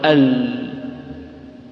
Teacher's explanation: اللام انحرفت من الحافة إلى الطرف · Term: الانحراف